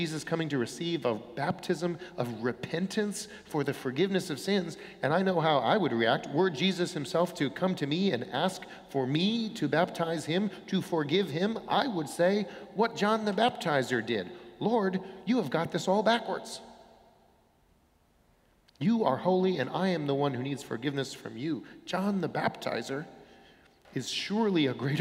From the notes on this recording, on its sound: Sermons from Old South Church in Boston